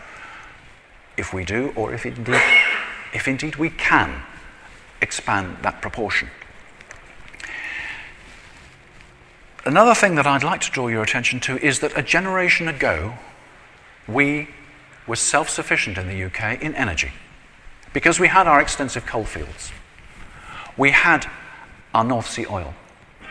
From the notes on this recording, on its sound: I recently delivered this speech to the Association of Manufacturers of Power Generation Systems at their annual conference at the Institute of Civil Engineers in London. I recently delivered this speech to the Association of Manufacturers of Power Generation Systems at their annual conference at the Institute of Civil Engineers in London.